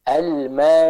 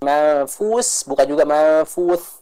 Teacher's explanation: Dengan kita mengucapkannya dari tengah lidah yang diangkat ke langit-langit atas bagian tengah. · Shown in: first take · Term: huruf shin